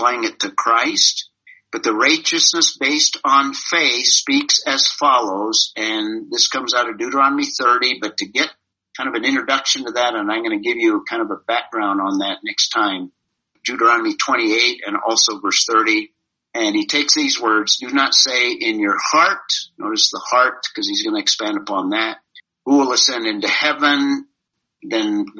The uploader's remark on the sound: This was zoom meeting #15